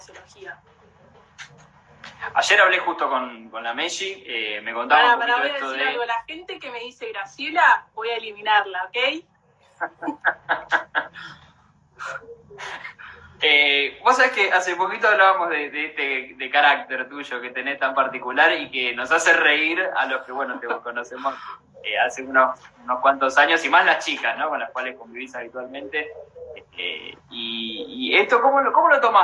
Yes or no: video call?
yes